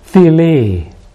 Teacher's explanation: the word for friends is phili, accent on the first syllable